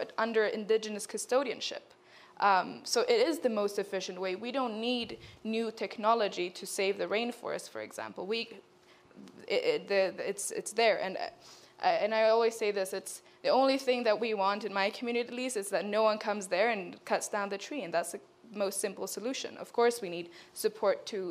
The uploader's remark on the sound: This is the full audio of the session at the World Economic Forum's Annual Meeting 2023.